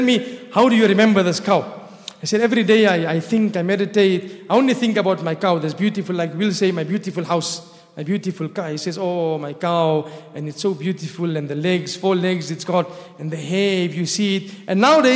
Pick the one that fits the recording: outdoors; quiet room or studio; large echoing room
large echoing room